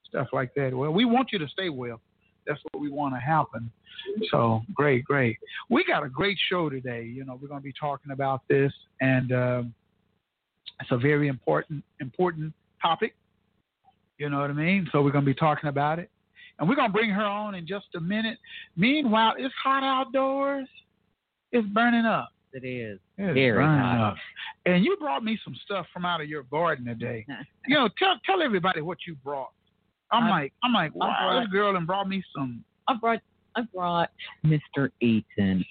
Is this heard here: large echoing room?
no